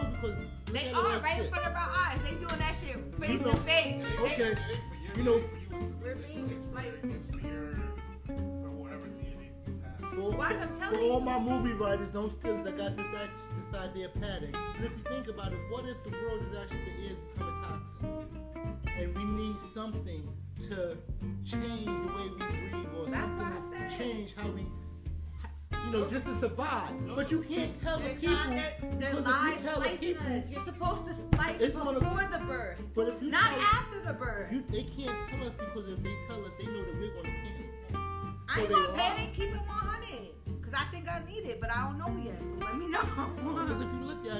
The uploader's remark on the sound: Testing new mic work lets work through the adjustments lol